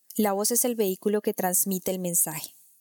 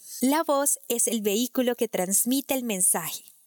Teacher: logras empezar desde un tono de voz alto o agudo y termina siempre en grave cada cierta frase · Shown in: second take · Term: voz persuasiva